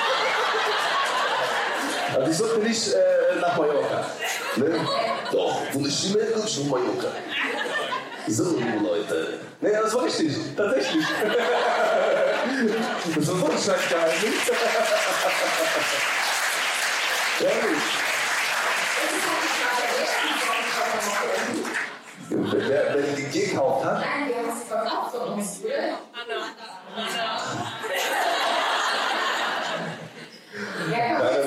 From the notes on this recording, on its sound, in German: Unsere 1. LIVE SHOW! Live Show vor 400 Zuschauern. Unser Auftritt beim Podcastfestival von 1Live, in nicht gaaanz so geiler Qualität.